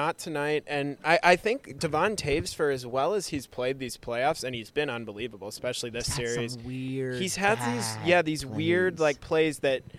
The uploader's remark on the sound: are at Rogers Place in Edmonton